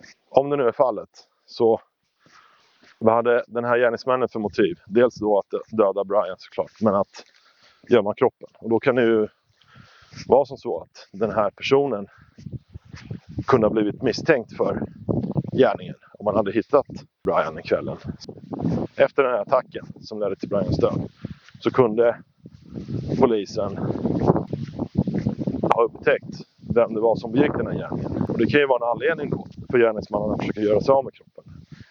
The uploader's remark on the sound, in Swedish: Avsnittet är inspelat "on the move" med en aningen..... Kriminell ljudkvalité.